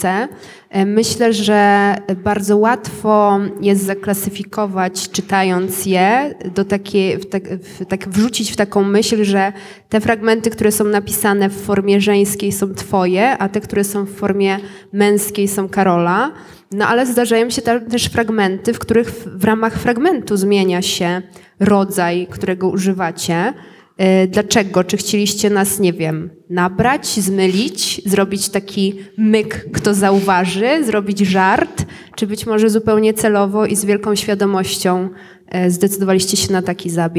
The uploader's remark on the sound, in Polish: Nagranie: Pałac Potockich w Krakowie podczas (po)wolnej soboty organizowanej przez spółkę Kraków5020. Nagranie: Pałac Potockich w Krakowie podczas (po)wolnej soboty organizowanej przez spółkę Kraków5020.